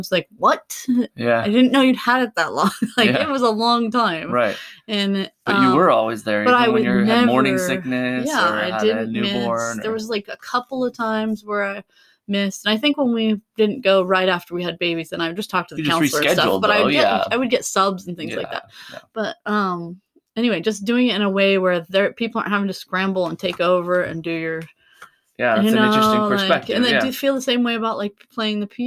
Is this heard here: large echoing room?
no